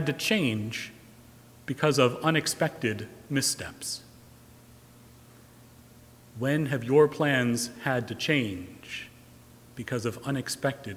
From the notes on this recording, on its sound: Recorded live March 1, 2020 at Trinity Presbyterian Church in Bixby, Okla.